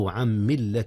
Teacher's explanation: إدغام نون عن في ميم ملة، نعم، إدغام بغنة